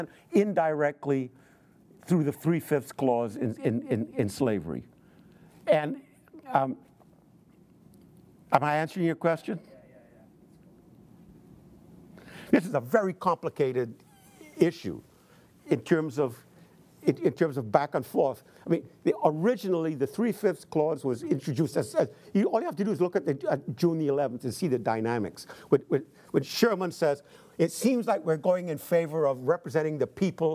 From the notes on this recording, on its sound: In front of a teacher audience.